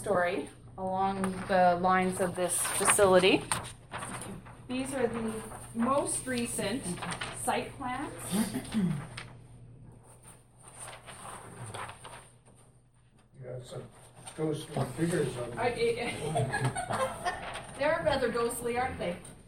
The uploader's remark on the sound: Audio recording of theMarch 13, 2017 Regular Meeting of Peace River's Town Council